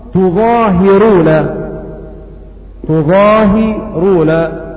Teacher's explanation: قرأ عاصم واكثر لعاصم، قرأ عاصم تظاهرون، تظاهرون بضم التاء والظاء مخففة والهاء كذلك